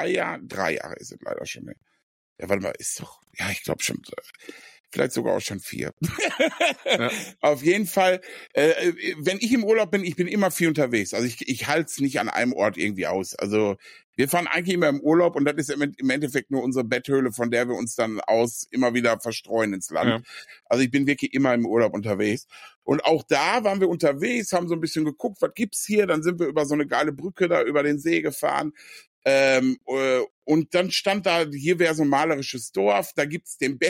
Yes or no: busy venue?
no